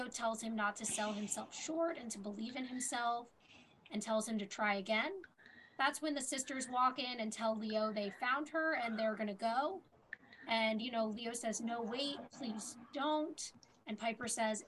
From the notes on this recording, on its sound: the audio issues from episode 5 continue in this episode